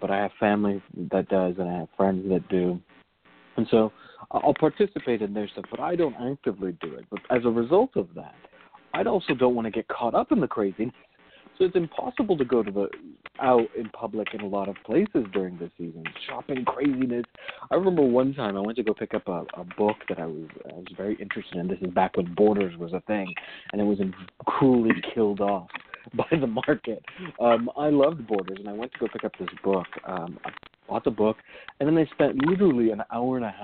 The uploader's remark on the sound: a real, live call-in show